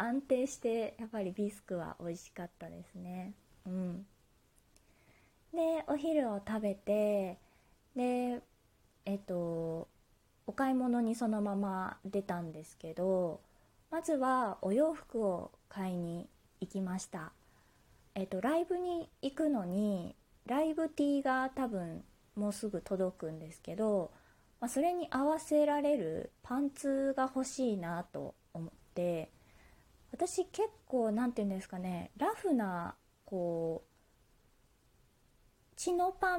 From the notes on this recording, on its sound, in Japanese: 自宅でスマホによる収録のため様々な騒音が収録されています、ご了承ください